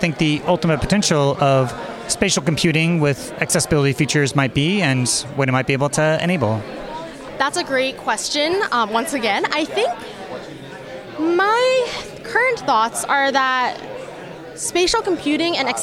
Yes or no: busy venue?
yes